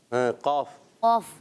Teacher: زبان کی جڑ اور تالو کے نرم حصے سے ادا ہوتا ہے قاف